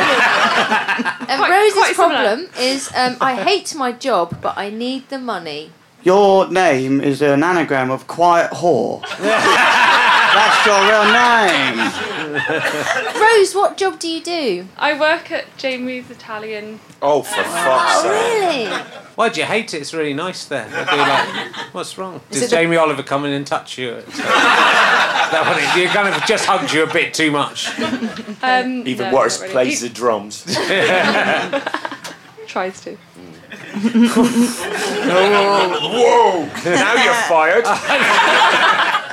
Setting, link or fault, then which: setting, busy venue